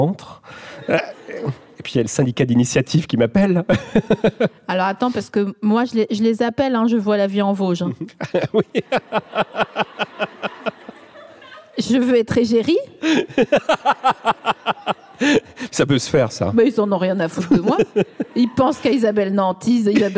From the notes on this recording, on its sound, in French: Produit par Binge Audio, enregistré en mars 2022 à la Scala Paris.